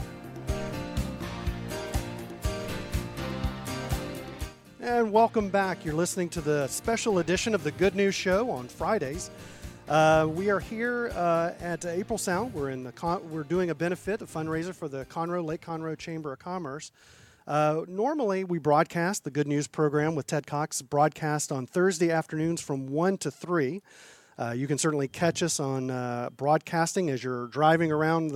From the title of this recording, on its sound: Special LIVE interview at Lobsterfest 2017